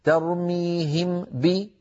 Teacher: أطبقوا الشفتين على ميم وباعدوهما وجافوهما عن باء